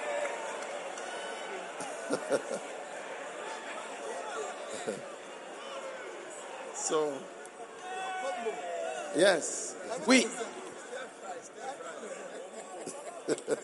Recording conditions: live audience